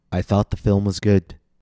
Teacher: The rhythm of this phrase was too even, too staccato and monotone. In order to sound like a native speaker, I need to stretch the vowel and to make its pitch slightly higher than the other content words.